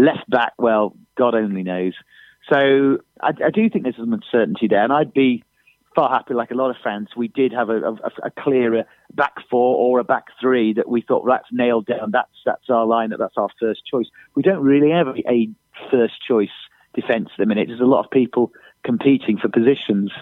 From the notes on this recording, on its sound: on the phone